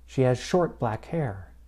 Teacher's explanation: there is stress on the first adjective and the noun. The noun still gets the most stress. · Term: word stress